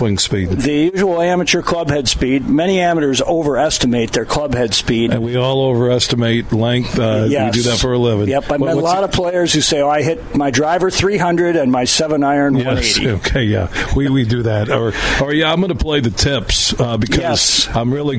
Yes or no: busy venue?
yes